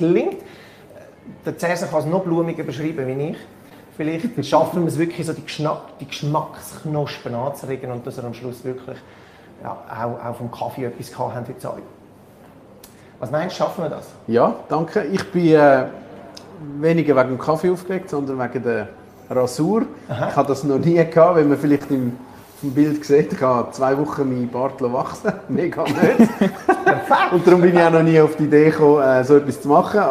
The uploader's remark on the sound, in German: Audio-Mitschnitt unserer monatlichen Live-Show direkt aus dem Barber Shop Einsiedeln